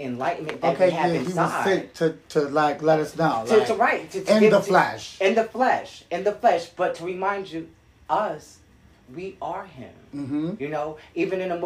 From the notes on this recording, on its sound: Didn’t plan on recording…just took out my phone and started